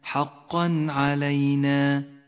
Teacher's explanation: يظهر التنوين من غير غنة أو تشديد إذا جاء بعده حرف العين وهو من حروف الإظهار، لم يلون التنوين باللون الأخضر لأنه لا يغن في هذا الموضع. · Term: حكم الإظهار